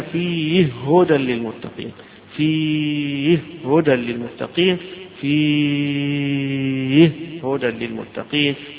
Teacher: بالقصر والتوسط والمد فيها، هذا لأبي عمرو وليعقوب فيها